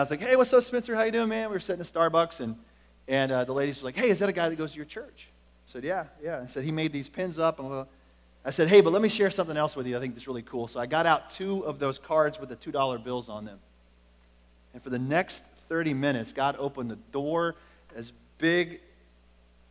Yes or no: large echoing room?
yes